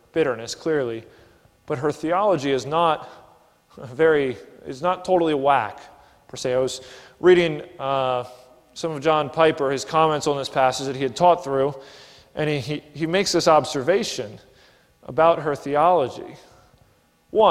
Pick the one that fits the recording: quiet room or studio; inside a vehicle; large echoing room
large echoing room